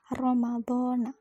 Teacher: Ru-nya juga bersifat tafhim karena ru-nya ru fathah dan harus dibaca tebal.